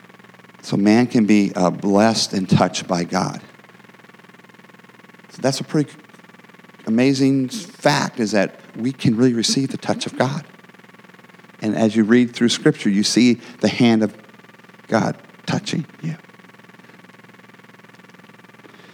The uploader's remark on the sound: the gospel preached at our church on Sunday